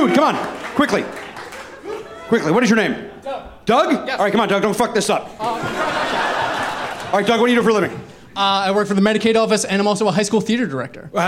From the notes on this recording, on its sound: Recorded live at The Bell House in Brooklyn, New York.